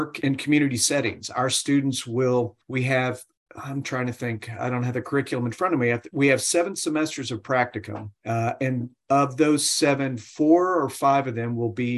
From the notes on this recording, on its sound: Due to social distancing measures, this interview was recorded via Zoom. Audio quality may be affected.